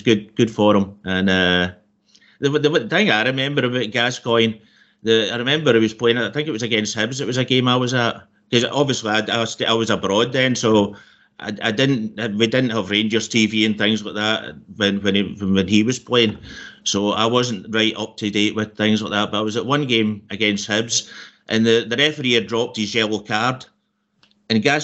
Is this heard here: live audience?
no